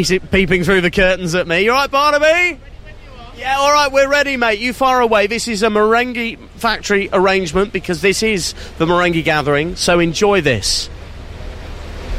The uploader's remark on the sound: Outside Broadcast from the Great Dorset Steam Fair